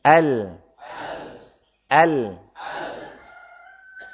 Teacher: Istifal, ya kan? Infitah. Jadi tipis bacanya.